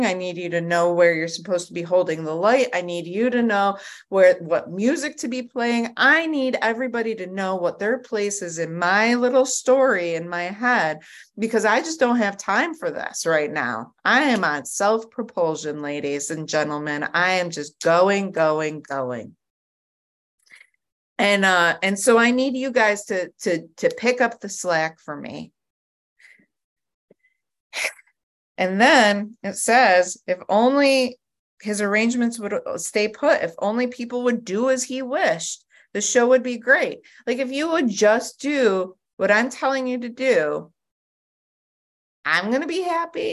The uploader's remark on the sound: at the Grace Group Zoom Series in Hattiesburg, MS.